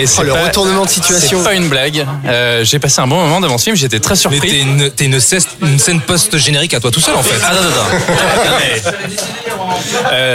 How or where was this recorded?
busy venue